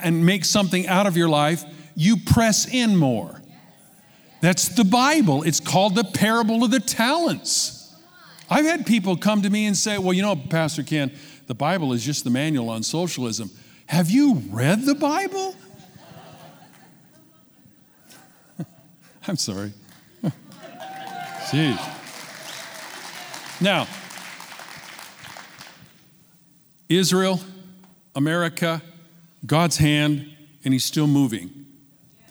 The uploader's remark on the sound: Recorded from our 11am in person service in Meridian, Idaho.